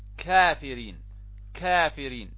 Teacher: إذا انطبق عندنا يعني بعده بقليل أقصى اللسان، ولكن بعد مخرج القاف بقليل إلى الأمام قليلا أقرب إلى الشفتين، يخرج ماذا؟ الكاف، كافرين، كافرين، إذا تخرج من الأمام قليلا.